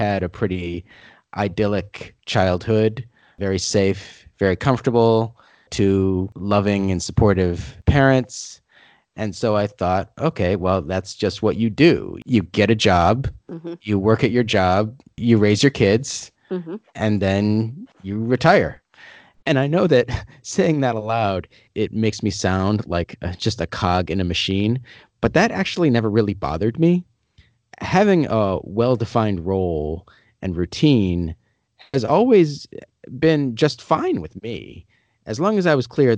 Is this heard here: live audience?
no